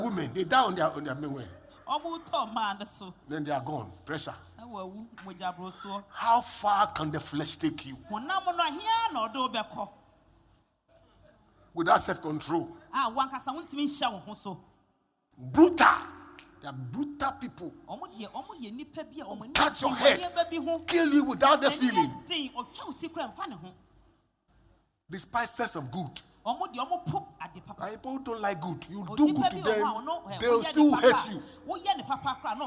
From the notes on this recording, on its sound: Preached at LCC Goshen